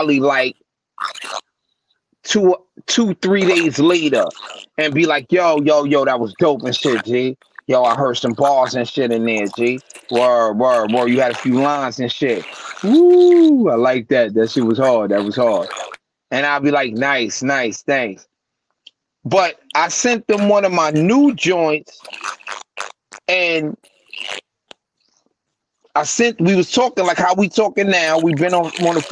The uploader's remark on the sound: EPISODES RECORDED OVER STREAM YARD MAY HAVE SOME AUDIO DIFFICULTIES